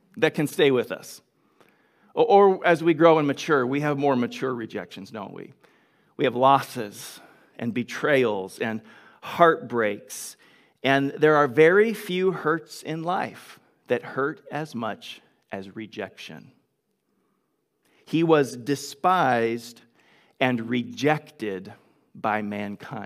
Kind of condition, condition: setting, large echoing room